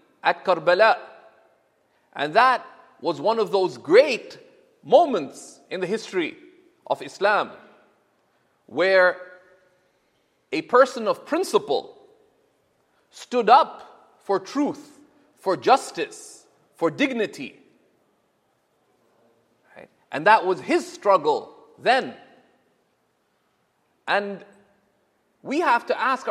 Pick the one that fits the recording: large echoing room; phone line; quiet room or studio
large echoing room